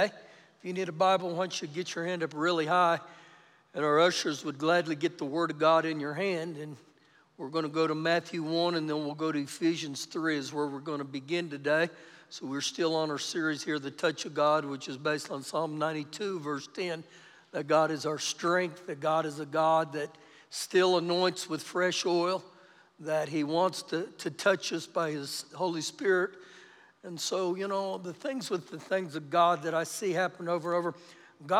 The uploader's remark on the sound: Recorded live during our Sunday morning service